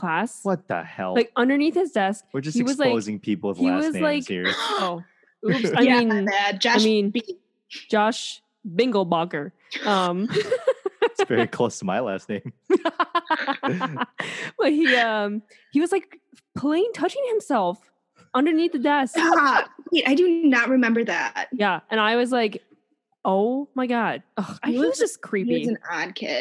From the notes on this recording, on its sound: This is our first Zoom interview that we literally figured out while we were recording.